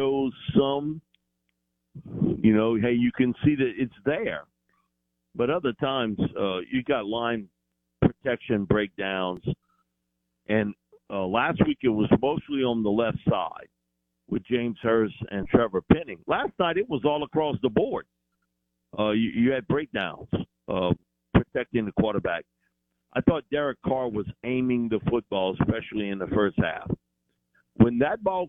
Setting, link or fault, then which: link, phone line